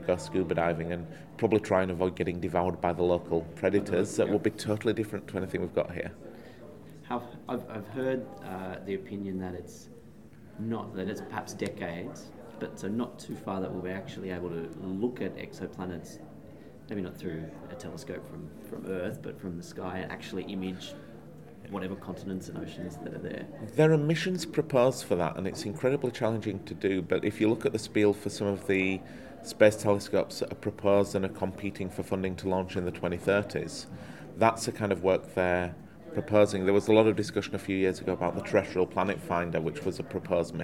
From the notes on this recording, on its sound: We caught up at the Australian Space Research Conference